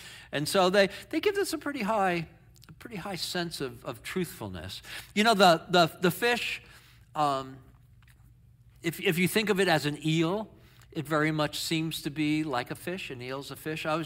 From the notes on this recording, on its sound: Sermon in our worship service on 9/3/23. Streamed live on video from our campus in Westlake Village, CA.